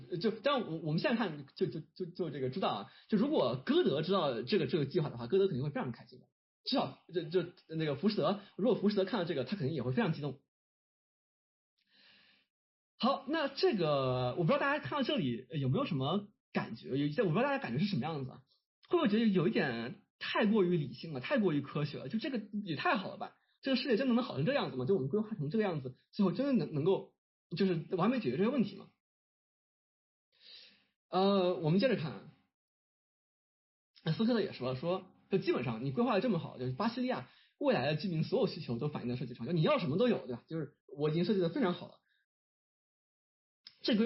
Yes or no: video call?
yes